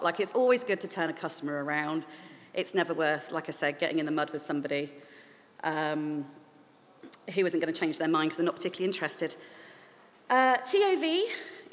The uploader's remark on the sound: recorded at Wiper and True’s Old Market taproom last week